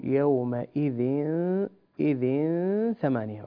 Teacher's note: تنوين أتى بعده حرف الثاء والحكم إخفاء، نقول يومئذ ثمانية، الغنة هنا بمقدار حركتين.